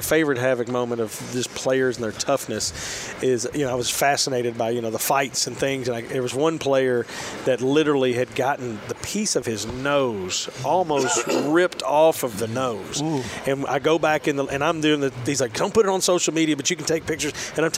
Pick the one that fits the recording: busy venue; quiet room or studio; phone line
busy venue